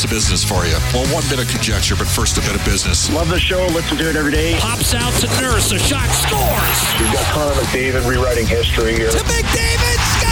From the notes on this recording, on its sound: Opens the show from Vegas. Live from T-Mobile Arena.